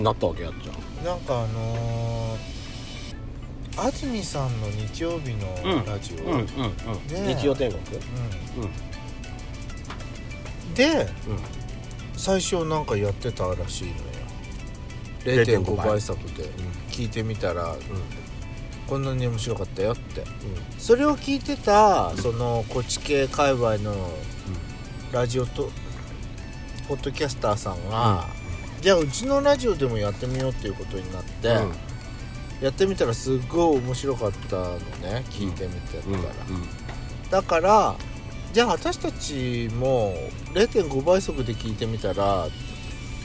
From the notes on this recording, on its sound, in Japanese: パーキング収録